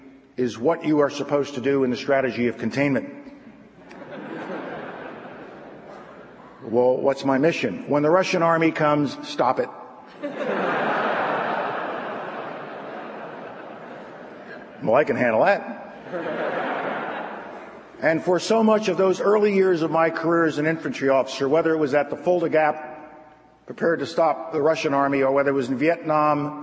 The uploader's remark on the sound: Opening Address at the George F. Kennan Centennial Conference